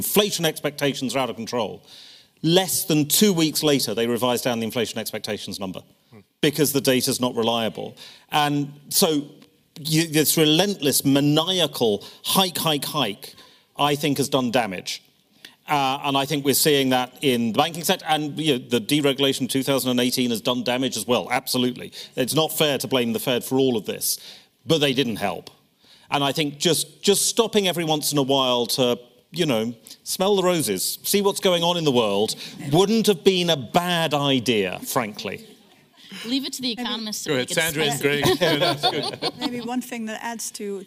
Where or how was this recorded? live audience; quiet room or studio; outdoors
live audience